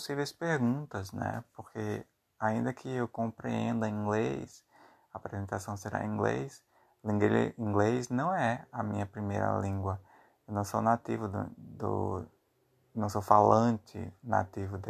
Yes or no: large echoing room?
no